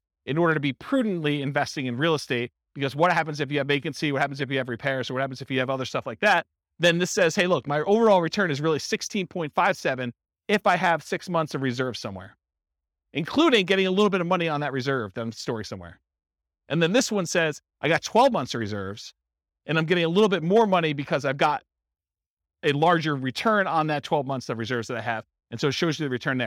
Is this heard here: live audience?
yes